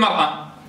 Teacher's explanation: بعض القبائل العربية تنطق امرأة تقول مرأة بدون، يعني تحرك الميم